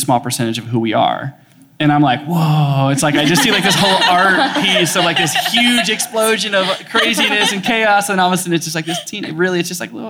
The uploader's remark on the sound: Live from Los Angeles. In front of a live audience in Los Angeles.